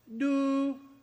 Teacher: High level tone, do. It's catfish.